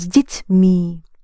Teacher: You accent the ending and instead of я, you have the soft sign, с детьми.